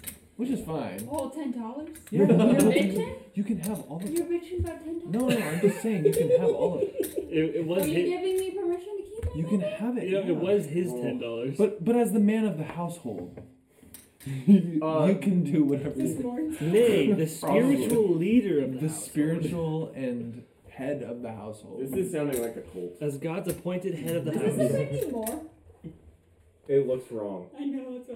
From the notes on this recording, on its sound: The audio is dialed back a bit